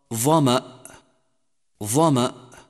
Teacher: وسميت هذه الحروف مطبقة لانطباق اللسان على ما يحاذيه من الحنك الأعلى عند النطق بها، والمراد بالالتصاق شدة قرب اللسان من سقف الحنك الأعلى لا الالتصاق حقيقة.